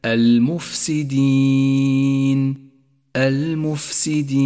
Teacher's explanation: سادسا، لاحظ المد العارض للسكون في كلمة المفسدين المفسدين، فقد جاء حرف المد هنا وهو الياء وبعده حرف ساكن بسبب الوقف وهو النون، فيجوز أن نمد هنا حركتين أو أربع حركات أو ست حركات، ويسمى هذا المد المد العارض للسكون، ميز باللون البرتقالي في مصحف التجويد إشارة إلى زمن وموقع المد.